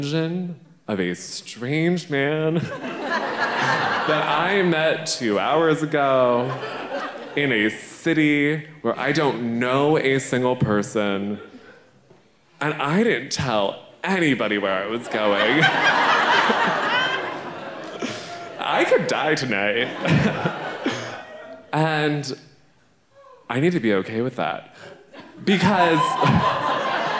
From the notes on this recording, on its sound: Recorded at The Alberta Rose Theatre in Portland, OR on December 9, 2018.